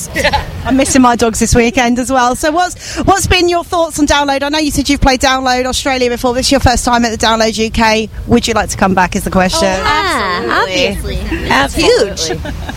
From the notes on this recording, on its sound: backstage at Download Festival 2018